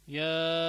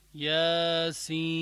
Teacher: الياء اثنين والسين ست حركات · Shown in: second take